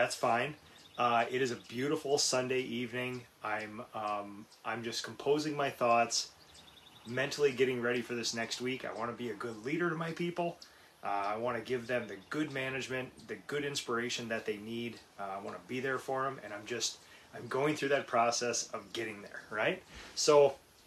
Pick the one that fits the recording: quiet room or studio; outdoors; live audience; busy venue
outdoors